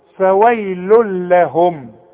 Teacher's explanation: طبعا احنا لسه واخدين الادغام الكامل بدون غنة، ضمتين بعدها لام ما غنش